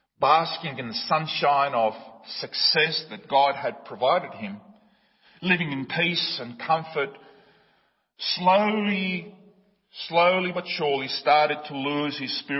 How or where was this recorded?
large echoing room